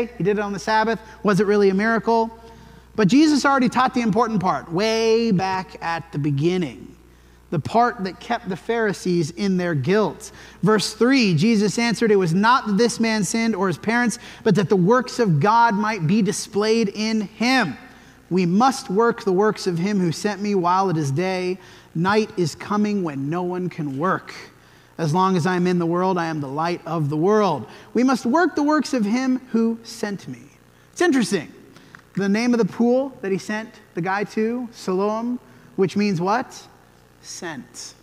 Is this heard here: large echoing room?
yes